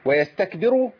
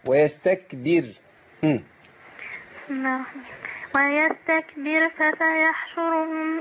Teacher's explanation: طيب ويستكبروا يبقى احنا يعني اضفنا للقران ضمه مش موجوده فيه. الراء ساكنه.